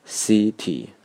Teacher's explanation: 只要你把第一个音节读得足够重，自然而然就能感觉到第一个一要比第二个一长 · 重音在第一个音节上，而两处的元音是一样的